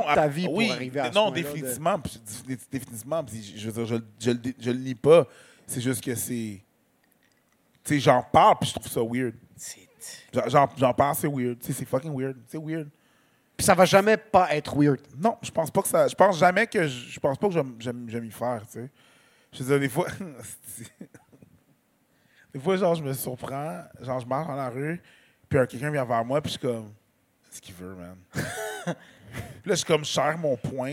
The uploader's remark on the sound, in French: Zoofest LIVE. Leur live lors du festival Zoofest.